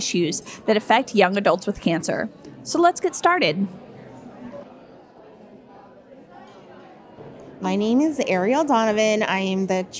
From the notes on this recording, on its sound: LIVE! At CancerCon. Please join us for this second live episode from CancerCon® 2023, a young adult cancer conference presented by Stupid Cancer®.